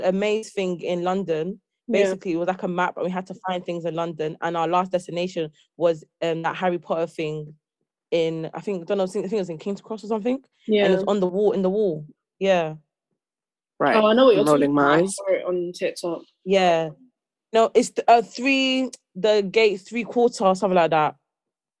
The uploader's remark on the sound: Firstly, we’d like to apologise for the quality, the call was done over zoom due to our very busy lives.